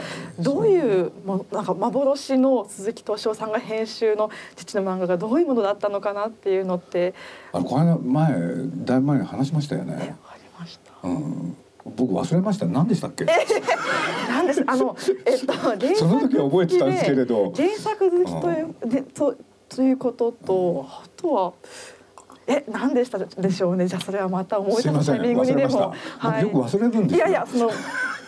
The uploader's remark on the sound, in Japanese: 東京都文京区の弥生美術館で行われた